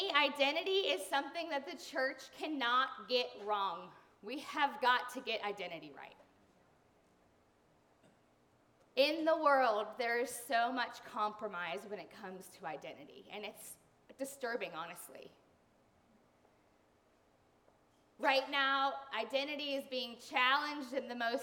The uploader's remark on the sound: Sunday sermons and special event audio from Dwelling Place NRV in Christiansburg, Virginia.